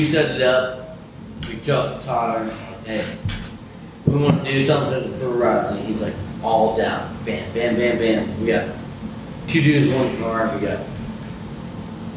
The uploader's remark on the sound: Live At 5 Iron Golf